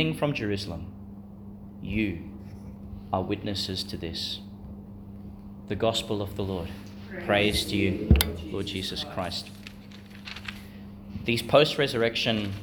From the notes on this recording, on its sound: Homily for Easter Thursday within the Octave, delivered in Channel College Chapel, Gladstone, Qld.